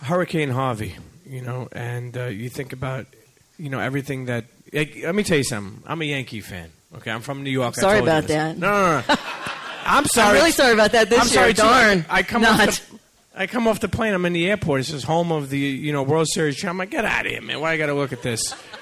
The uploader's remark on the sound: Live from the WeWork Houston Galleria in Houston, TX! Live tour stop.